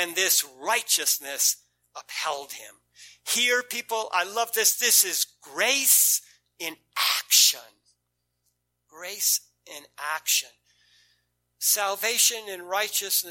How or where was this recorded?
large echoing room